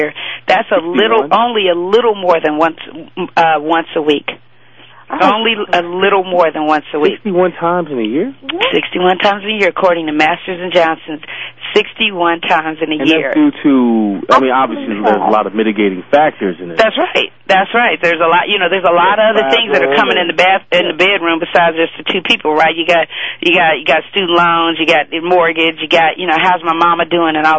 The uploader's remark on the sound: they will be taking listener phone calls